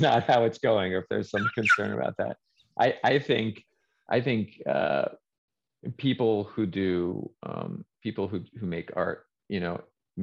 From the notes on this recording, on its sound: Recorded 2.8.2022 from Raleigh, NC & Philadelphia, PA on Zoom.